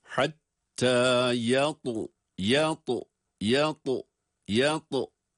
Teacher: Yatu. Hem kalın hem kalkale sesi